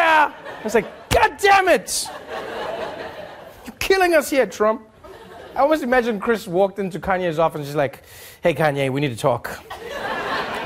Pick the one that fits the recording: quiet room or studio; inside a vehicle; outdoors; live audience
live audience